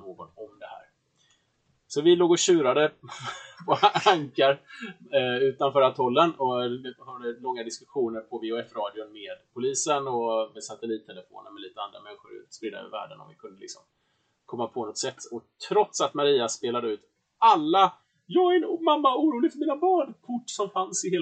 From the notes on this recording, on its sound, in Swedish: Om ni trodde ljudkvaliten inte kunde bli sämre så hade ni fel, vi ber om ursäkt för det.